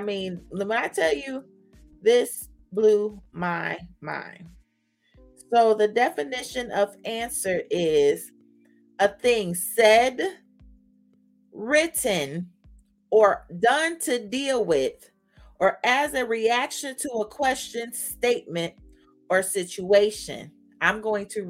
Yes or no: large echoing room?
no